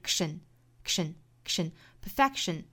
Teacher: achieving the perfection.首先我们来做英音的语音讲解。那我们注意第一个单词 perfection. Perfection,中间的这个 k 的发音不要爆破十足，不是 perfection,应该是 kshin, kshin, kshin, perfection.Perfection, 因为后面是遇到了一个辅音，那么这里面的 k 是一个不完全爆破